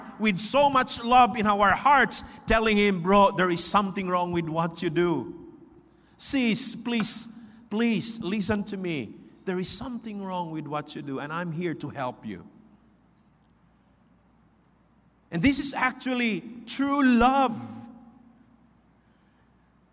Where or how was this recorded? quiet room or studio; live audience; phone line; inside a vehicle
live audience